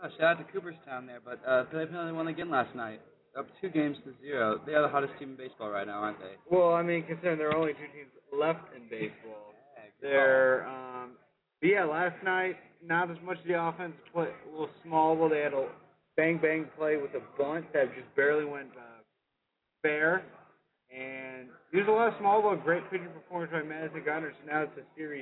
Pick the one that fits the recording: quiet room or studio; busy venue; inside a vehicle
busy venue